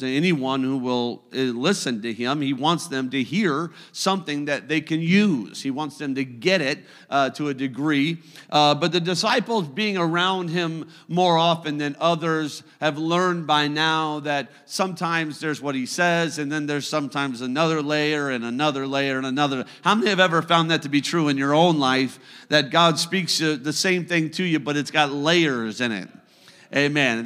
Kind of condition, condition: setting, large echoing room